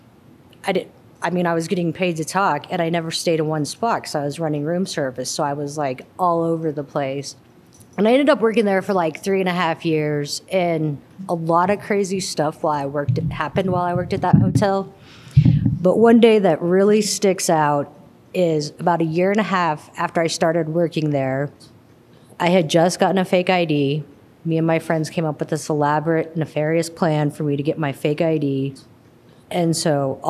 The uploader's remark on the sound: Recorded February 2023 at Rag + Bale in Denver.